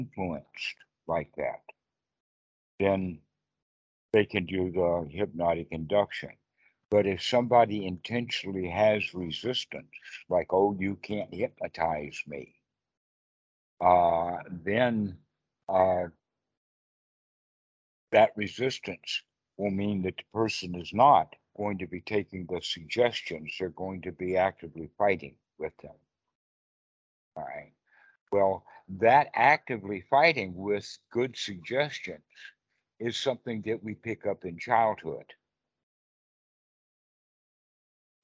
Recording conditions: video call